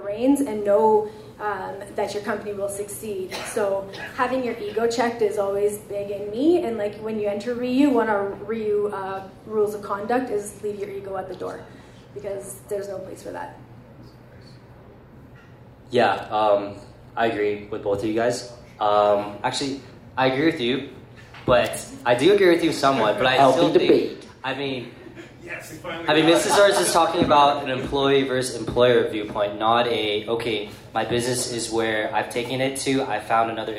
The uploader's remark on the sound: Our 1st Live Event went above and beyond our expectations. Doing what we love in front of a live audience - we hosted loved ones and fresh new faces.